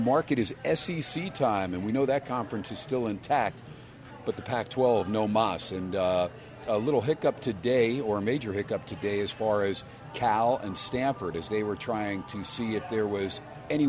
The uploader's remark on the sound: "Live" from #SteinersPub in #LasVegas. SPORTSXRADIO HUMP DAY AT STEINERS PUB.